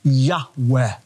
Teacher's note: And we're not exactly sure how it's pronounced, but Semitic scholars believe it's pronounced a breathy Yahweh